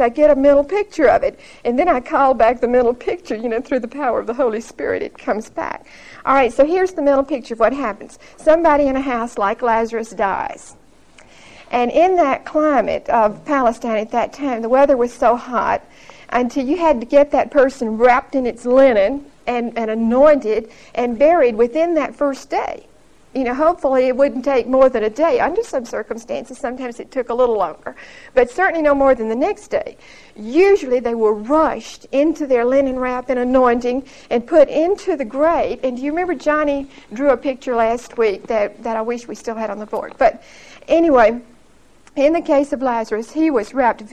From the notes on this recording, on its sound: Recorded 9/16/1975 at Whitesburg Baptist Church.